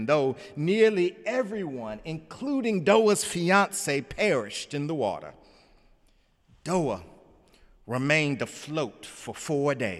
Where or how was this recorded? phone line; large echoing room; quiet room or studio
large echoing room